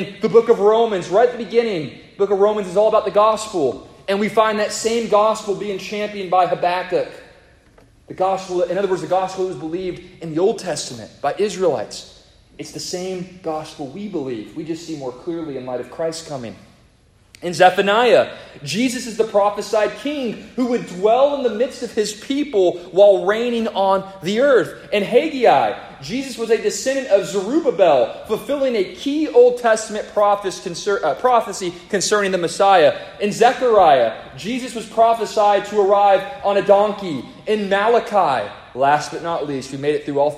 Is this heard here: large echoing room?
yes